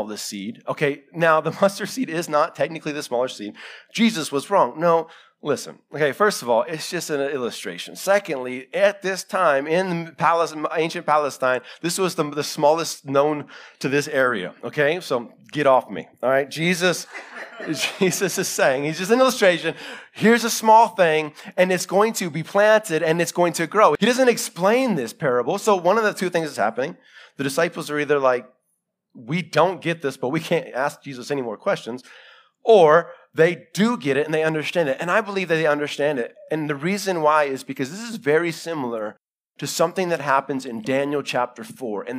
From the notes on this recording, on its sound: Live sermon recorded 21-November-2021